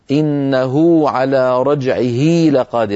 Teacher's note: إنه بدل أن يقول إنه على رجعه لقادر يقولون إنه على رجعه لقادر، فيطولون صوت الضمة فيتولد من التطويل واو · Term: الصلة الصغرى